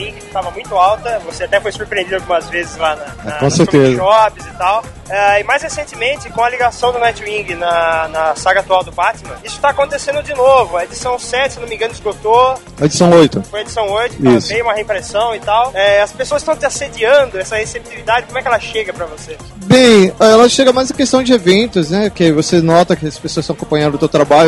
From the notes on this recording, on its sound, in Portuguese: Duas entrevistas gravadas na Multiverso Comicon 2012. Duas entrevistas gravadas na Multiverso Comicon 2012.